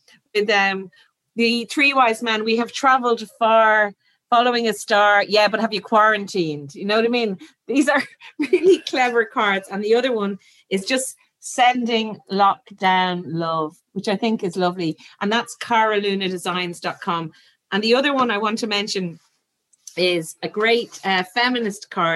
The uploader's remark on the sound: We’re bringing you the recording from our recent Women’s Podcast Live event. In front of a very festive Zoom audience.